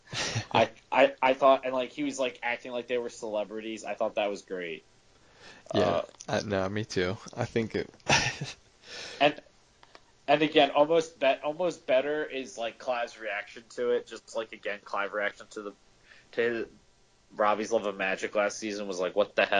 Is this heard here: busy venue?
no